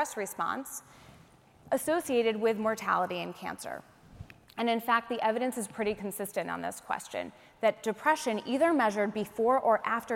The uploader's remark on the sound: speak to an audience of reunioning alumni